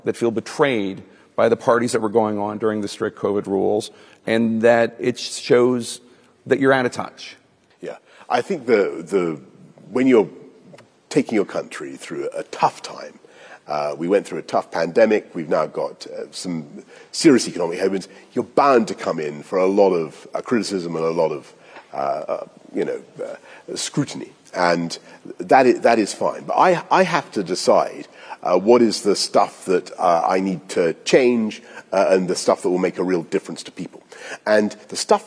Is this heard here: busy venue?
yes